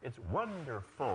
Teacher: The last syllable has to go down to make you sound confident and decisive.